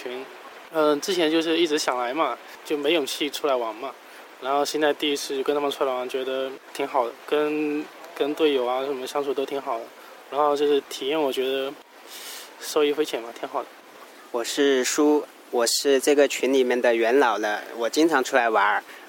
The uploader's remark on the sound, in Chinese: 仙居，捡来的秘密基地。身临大自然为大家录制的节目。这也是#假电台#第一次走出去主持节目。